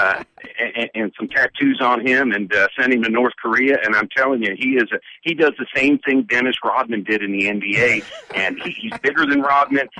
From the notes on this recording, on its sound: calls in from Atlanta